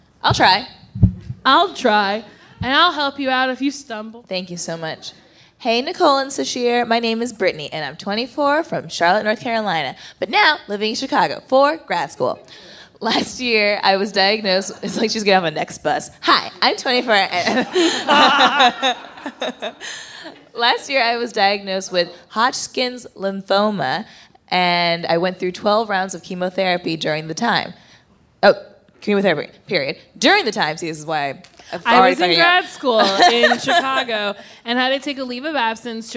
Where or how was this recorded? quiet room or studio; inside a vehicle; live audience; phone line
live audience